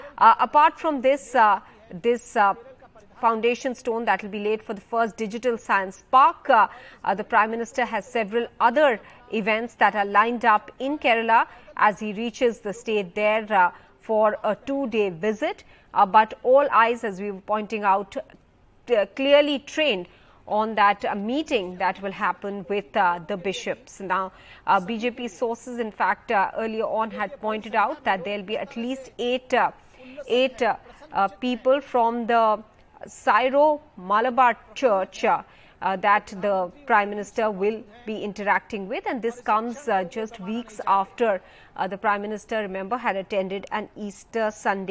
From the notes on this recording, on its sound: Walking the road lined with cheering supporters in what was clearly a departure from his usual practice of riding an open-top vehicle.